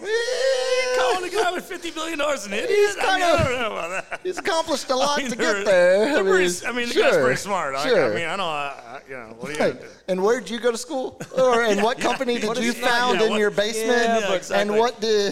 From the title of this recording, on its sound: Live from Sam's Burger Joint